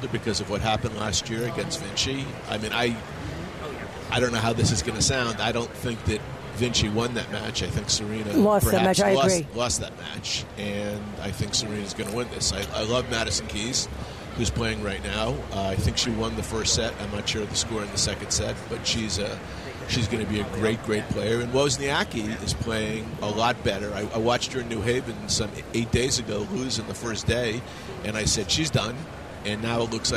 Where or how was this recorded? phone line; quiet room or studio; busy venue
busy venue